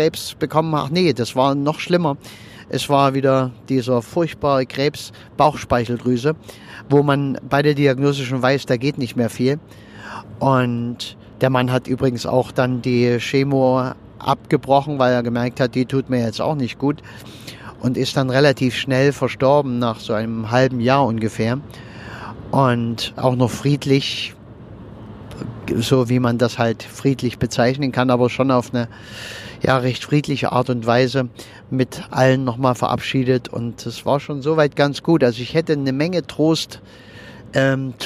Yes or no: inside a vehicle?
yes